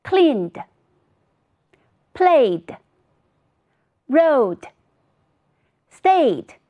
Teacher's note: cleaned, played, rode,stayed。这一组单词当中， ed 在结尾发的 d，原因是它们在后面，浊辅音后面和元音后面